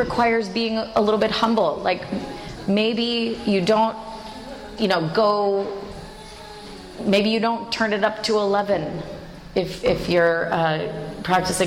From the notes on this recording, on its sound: This is a full length jivamukti yoga class, recorded at Jivamukti Yoga School in New York City.